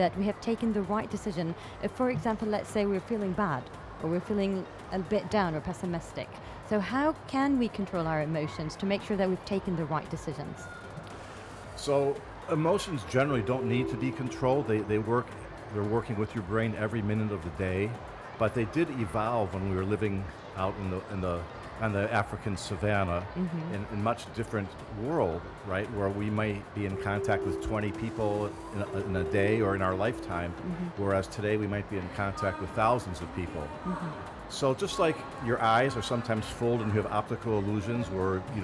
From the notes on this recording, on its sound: Live interview from SIBF 2022